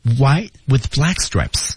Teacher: white 还得 T 失去爆破，stripes, or white with black stripes, or white T 失去爆破和 with 之间才不会冲撞。 White with black stripes K 半失去爆破